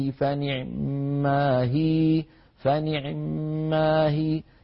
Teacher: ومنهم من لم يكسرها كسرة كاملة وإنما اختلسها، يعني أتى بثلثي كسرة هكذا، إن تبدو الصدقات فنعمه فنعمه، يعني يأتي بعين مكسورة مسرعة قليلا وصوتها فيه شيء من الانخفاض